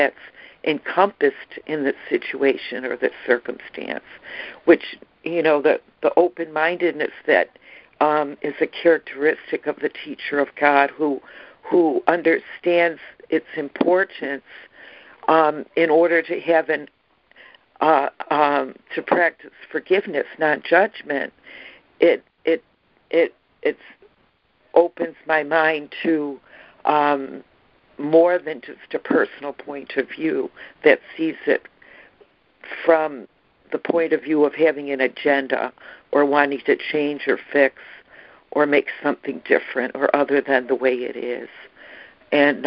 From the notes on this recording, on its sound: ACIM Daily Conference Call.